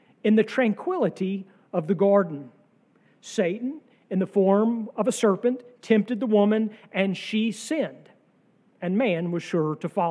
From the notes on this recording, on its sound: sermon from our worship service on July 30, 2023